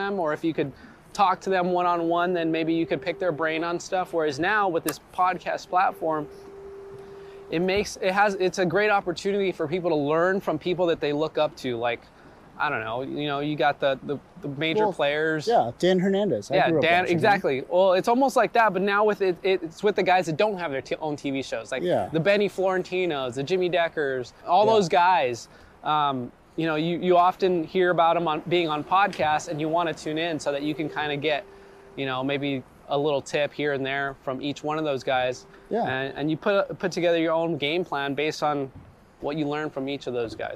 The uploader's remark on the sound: Recorded while fishing the LB Wall!